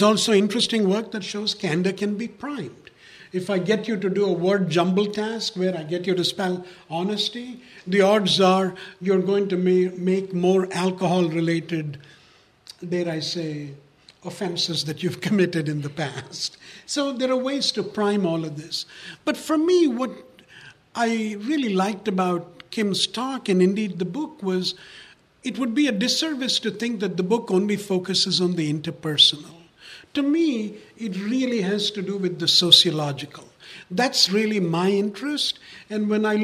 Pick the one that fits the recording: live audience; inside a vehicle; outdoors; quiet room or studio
live audience